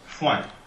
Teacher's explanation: But then what you might not know is that if you add an N at the end of it, that oi becomes an open A nasal